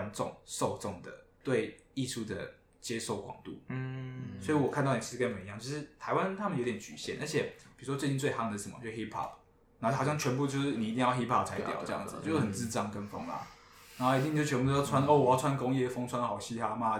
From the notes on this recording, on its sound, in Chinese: 為了上傳上來，也是犧牲了音質，還請多見諒，不然原檔真的大到不符合上傳標準。也是歹丸童乩的第一個Live Podcast。